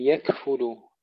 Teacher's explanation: ترقيق الكلمة كلها مع همس الكاف